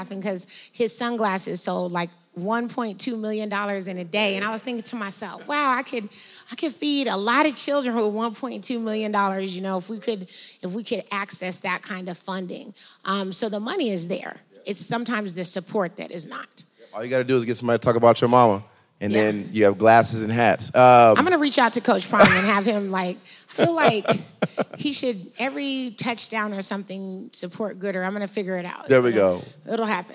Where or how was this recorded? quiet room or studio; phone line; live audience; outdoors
live audience